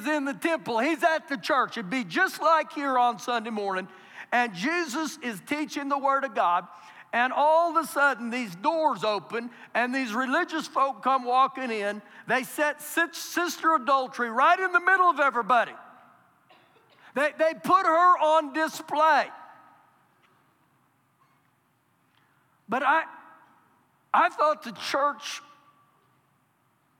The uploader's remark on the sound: Recorded live during our Sunday morning service